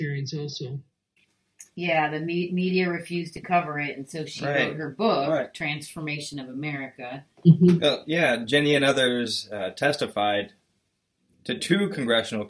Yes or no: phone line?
no